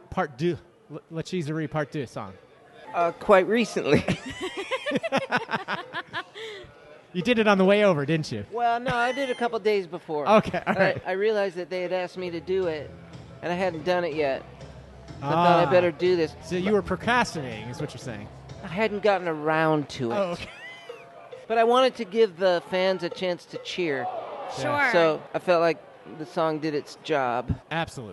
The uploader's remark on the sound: LIVE in Syracuse, NY at La Cheeserie Night Part Deux for the Syracuse Mets. Multiple Littles who came out to attend the game.